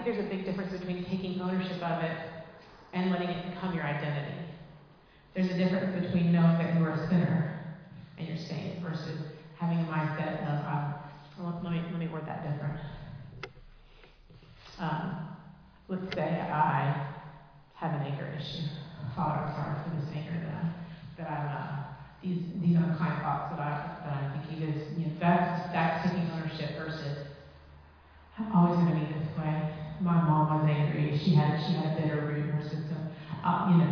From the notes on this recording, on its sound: Recorded live in Liberty Church on 25 June 2023.